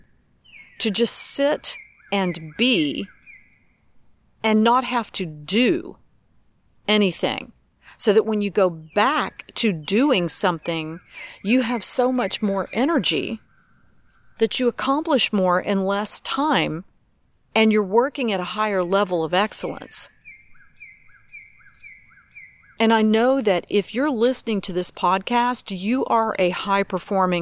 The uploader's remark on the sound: Musical soundtrack courtesy of owls, crows, tree frogs, sweetly singing birds & various buzzing things. I’m creating new meditations while sitting by the river, surrounded by the sounds of nature. Tree Frog - The sounds of nature are the music for this podcast episode.